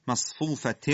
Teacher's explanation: مص میم با حالت استفال، صاد با حالت استعلا